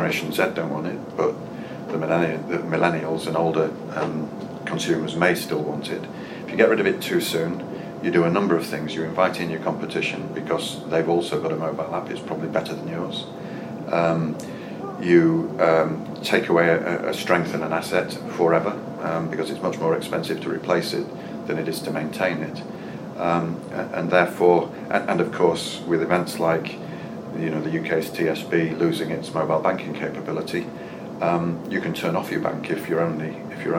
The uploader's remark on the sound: At the RBR Branch Transformation conference in London